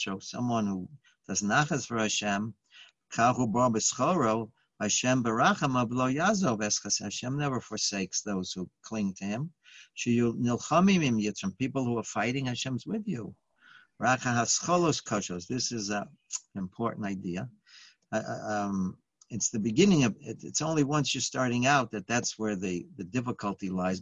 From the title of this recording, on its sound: Live On Zoom: 6-16-2020